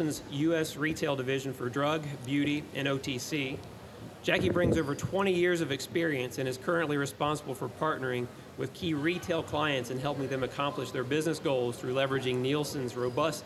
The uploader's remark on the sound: at our annual Cardinal Health Retail Business Conference (RBC)